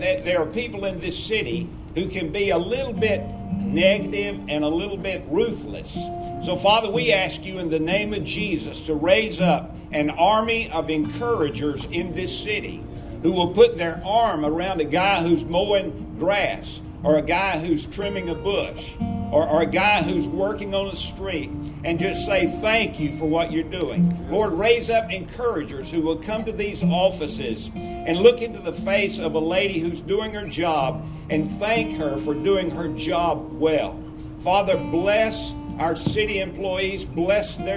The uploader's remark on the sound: Highlights from Town of Collierville on #NDOP. Comes from the town of Collierville, TN. Traveled to record area pastors, political leaders, military, first responders, and citizens gathered for prayer.